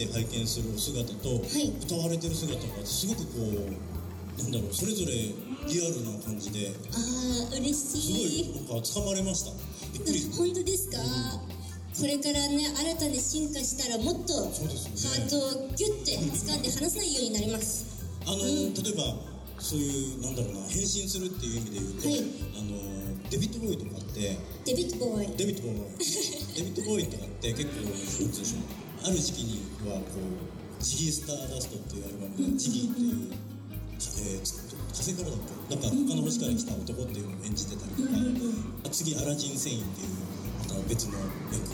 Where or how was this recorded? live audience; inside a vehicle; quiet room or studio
live audience